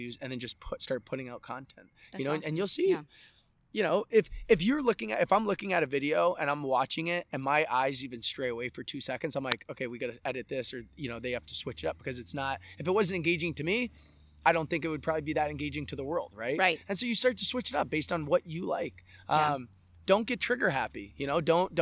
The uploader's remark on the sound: Sweet Honey Farm, in the horse coral